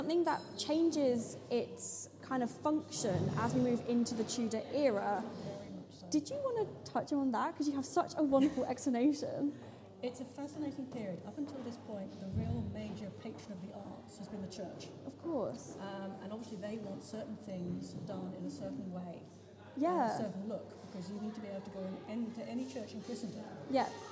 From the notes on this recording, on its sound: This podcast was recorded on-site with guests at the museum looking at the Tudor art.